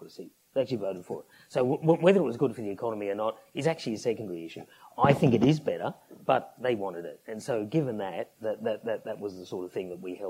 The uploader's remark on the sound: The United States Studies Centre and the National Endowment for Democracy (NED) hosted a special event. The event featured a keynote address followed by a panel discussion.